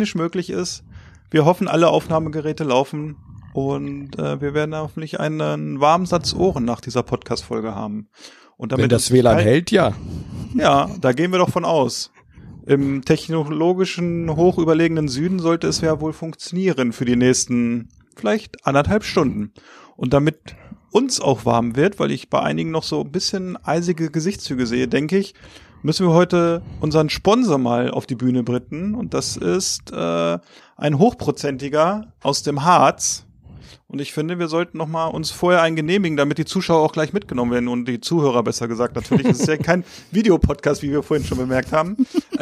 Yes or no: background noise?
no